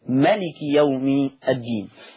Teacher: أما ورش عن الإمام نافع فيقرأ بفتح الميم وحذف الألف فتصير ملك. إذا حفص يقول مالك، وورش يقول ملك يوم الدين.